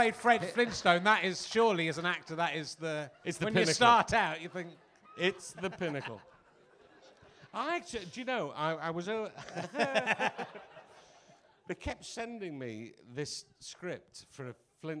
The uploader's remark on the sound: Leicester Square Theatre Podcast. Great Yorkshire Fringe.